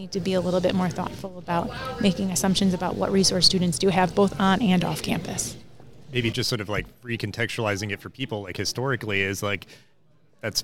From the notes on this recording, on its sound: This special live episode was recorded on the show floor at the Times Higher Ed Digital US Event held at Illinois Tech in Chicago this past May.